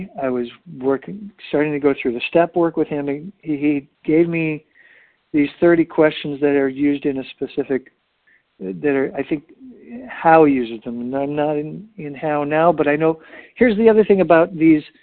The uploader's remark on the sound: 100 Pounders Phone Meeting